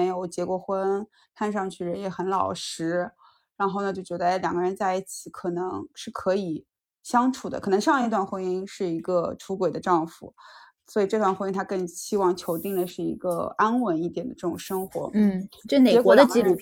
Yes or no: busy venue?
no